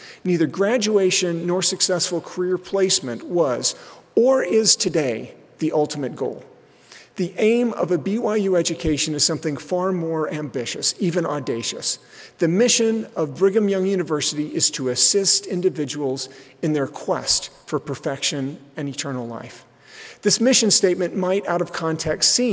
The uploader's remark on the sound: we'll bring you live devotionals and forum addresses from the BYU campus